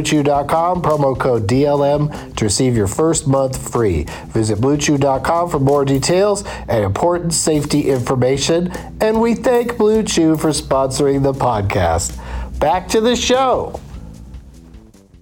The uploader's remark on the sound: From a rental car in Oklahoma